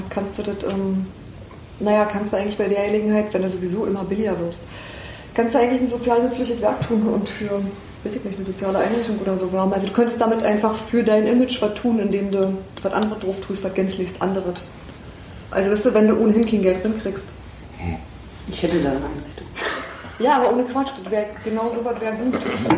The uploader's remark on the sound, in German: Der Aufnahmepegel war noch auf Stadionlautstärke gedreht. Nebengeräusche sind unserer mangelnden Aufnahmedisziplin geschuldet (wer die Rasse des herumlaufenden Hundes erkennt, bekommt einen Besserwisserbonus).